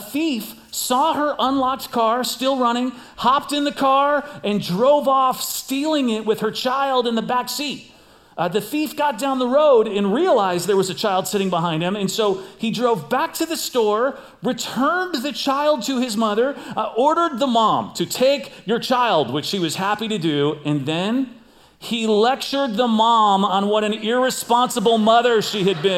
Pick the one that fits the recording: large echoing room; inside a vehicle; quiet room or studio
large echoing room